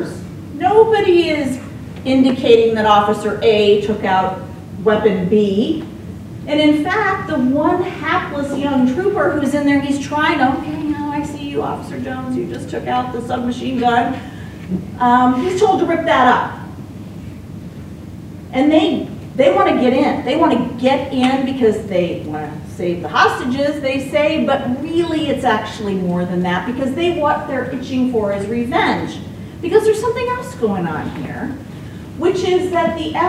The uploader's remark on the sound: Apologies for the quasi-'field recording' style of the audio here.